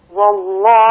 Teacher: حاولي أن ترقق الواو، والله، لننتقل من واو مرققة إلى لام مفخمة